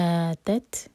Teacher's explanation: آتت تا ساکن پر ہمس